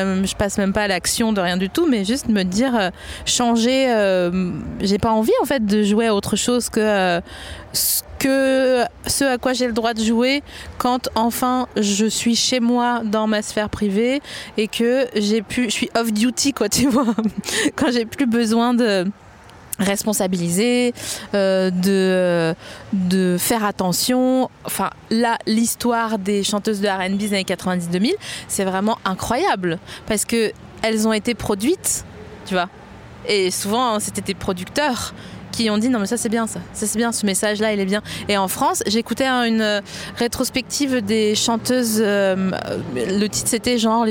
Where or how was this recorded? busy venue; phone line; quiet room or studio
busy venue